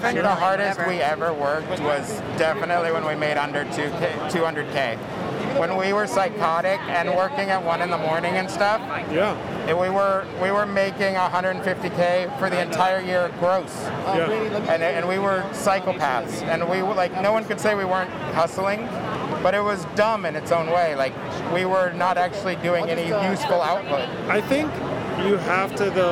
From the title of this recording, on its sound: Live from ISS 2022 In Long Beach